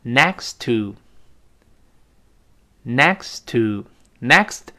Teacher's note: Next，首先顶住，停一小会儿，再读 to · 那个 t 做动作，但是没有爆破出来，就属于失爆了